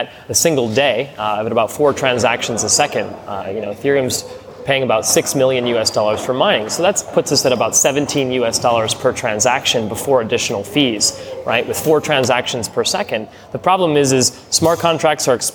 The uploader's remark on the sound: interviews recorded at Blockchain Live in London